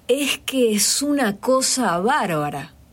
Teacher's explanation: El argentino hace la doble S, la que es aspirada y la que no es aspirada.